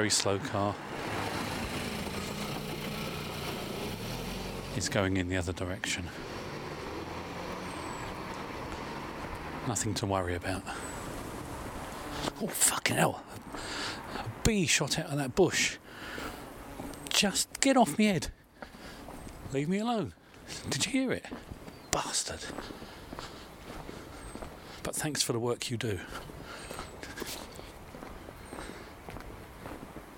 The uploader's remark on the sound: Walking the not so mean streets of Brighton whilst ensuring that I am socially distant. Things are becoming eerie as fewer people are outside. Tweety birds and empty streets.